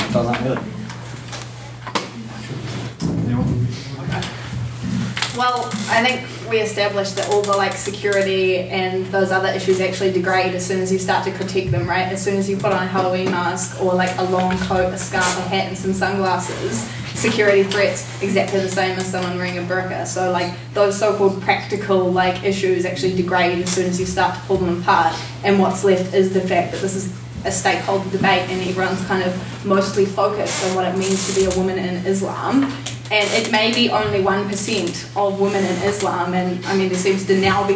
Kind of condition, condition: setting, live audience